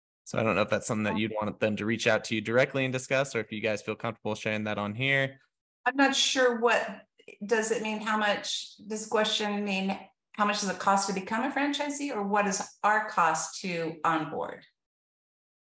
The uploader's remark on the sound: This episode was recorded from our Food Truck Beast Webinar.